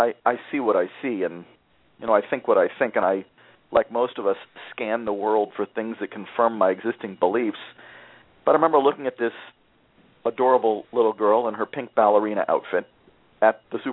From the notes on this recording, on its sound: A student called into the program.